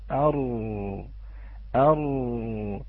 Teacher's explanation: نلاحظ أن هناك انكسار في ظهر اللسان، انكسار في ظهر اللسان وارتفاع في رأس اللسان